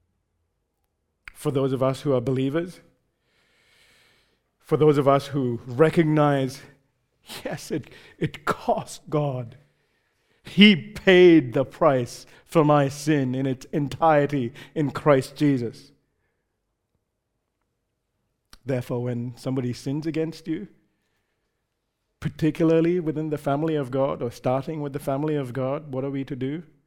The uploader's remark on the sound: recorded live at Grace Community Bible Church